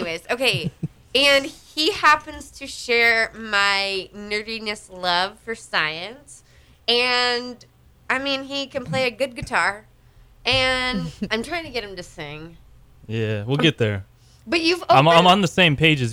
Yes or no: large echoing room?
no